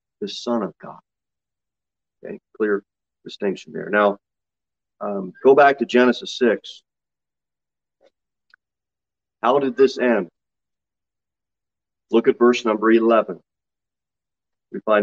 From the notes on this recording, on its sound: Sermon delivered at Pilgrim Baptist Church on Thursday, July 7, 2022 at 6:15 pm. Jere Whitson Rd. Pilgrim Baptist Church is a bible-believing, independent Baptist church.